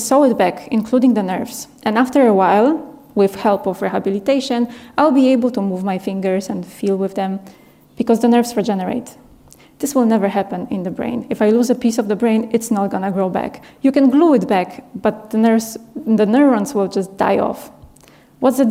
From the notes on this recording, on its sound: This talk was filmed and recorded in March 2023 at the Paris Talks Ideas Festival at the Bibliothèque Nationale de France in Paris (France).